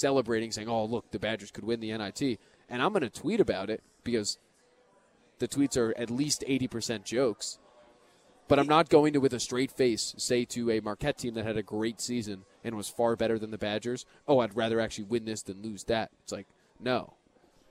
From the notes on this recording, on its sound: live at Monk's in Sun Prairie